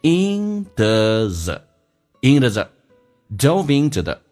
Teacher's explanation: dove into,用 V 跟 N 形成连音叫 doveinto。同时 into 在口语化当中不被强调有弱化现象，可以说成 in 的。也就是说后面的 to 说成 D 加个 a,叫做 in 的。那么同时 to 跟 the 碰在一起的时候，那个 the 咬声音直接不用咬，可以发成 z 这个发音